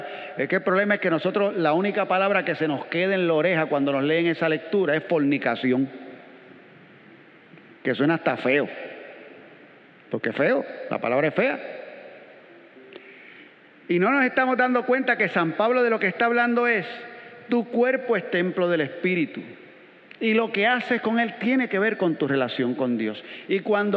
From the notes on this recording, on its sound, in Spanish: Grabada en la celebración eucarística dominical en nuestro Santuario a las 6:30 A.M.